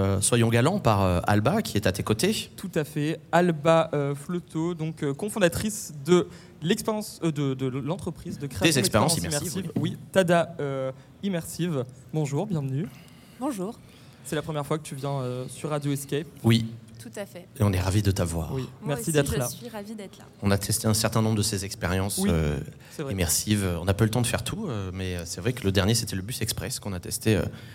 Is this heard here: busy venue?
yes